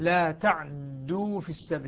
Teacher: يعني إسكان العين مع تثقيل الدال